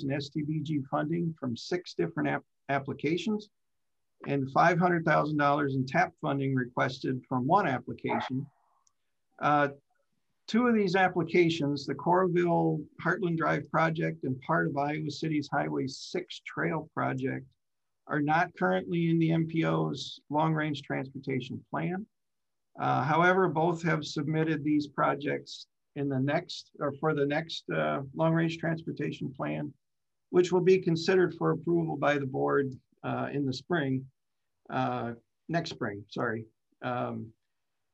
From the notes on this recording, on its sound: (Zoom meeting).